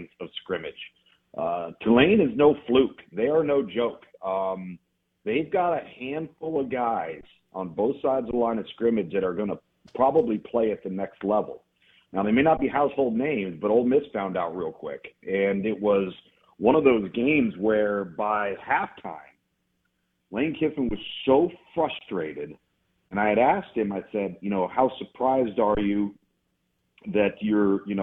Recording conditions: phone line